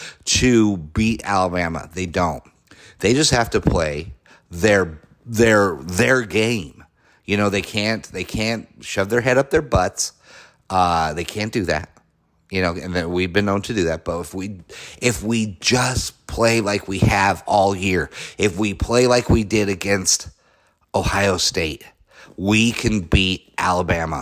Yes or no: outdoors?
no